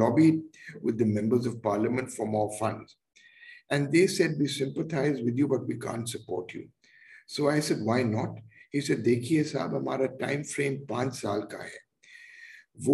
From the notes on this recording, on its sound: Zoom and Facebook Live